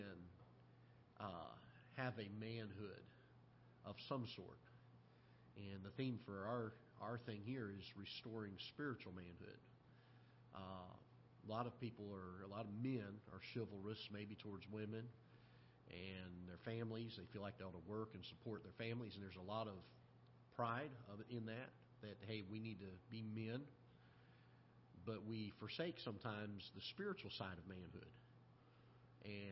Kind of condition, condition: setting, large echoing room